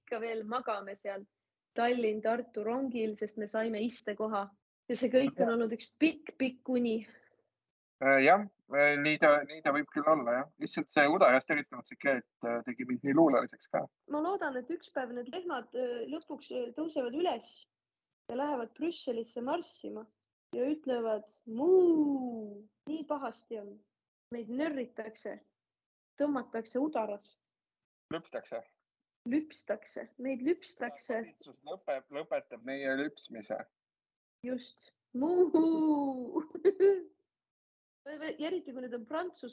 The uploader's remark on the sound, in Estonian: Seekord retrokvaliteediga Zoomi-miniepisood